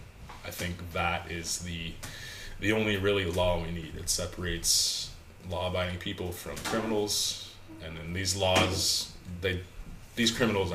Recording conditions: sounds in the background